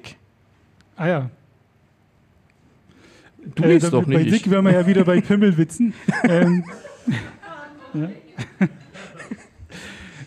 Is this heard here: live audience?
yes